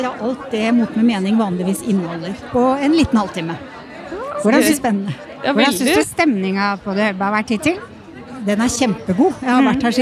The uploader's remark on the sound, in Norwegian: Live fra årets frisørhelg på The Hub. I denne episoden er vi Live med mange spektakulære gjester på selveste NFVB sin stand på The Hub.